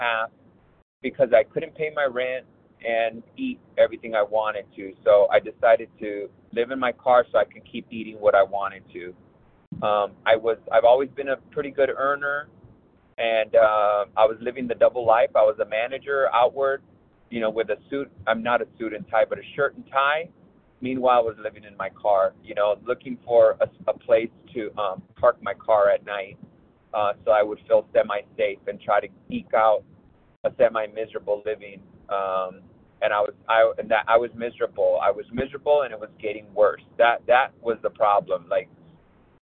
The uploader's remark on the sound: from the 100 Pounders Phone Meeting, 5/9/23